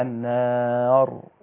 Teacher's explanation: يبقى الراء ديت حالها مفخمة وقفا مرققة وصلا · Term: الراء مفخمة